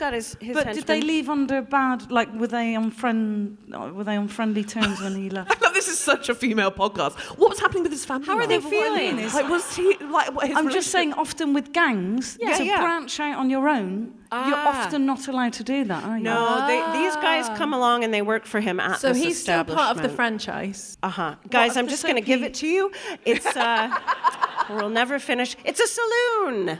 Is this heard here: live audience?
yes